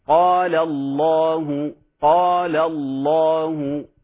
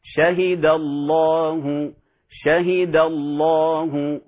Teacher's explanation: اللام في لفظ الجلالة الله سبحانه وتعالى، تفخم هذه اللام في بدء كلمة لفظ الجلالة، تفخم إن وقع قبلها فتح، إن وقع قبلها فتح هذه اللام. مثلا في قوله تعالى قال الله، قال الله، لأنه الحرف الذي قبلها مفتوح.